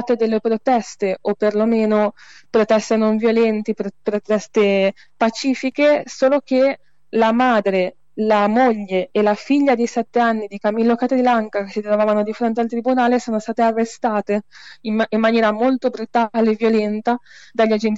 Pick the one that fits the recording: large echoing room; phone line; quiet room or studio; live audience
phone line